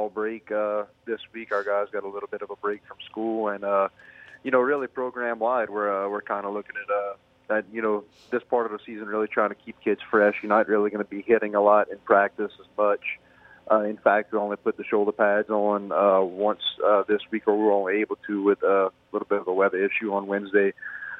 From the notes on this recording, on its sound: In the second and third segments of the show, we go to the phones lines